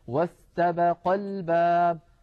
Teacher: ينبهوننا على الضغط على الحرف الذي قبل الألف الساقطة · Term: الضغطة